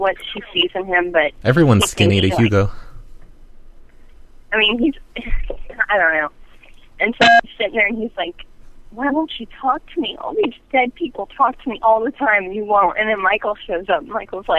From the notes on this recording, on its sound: Prank Phone Calls Collection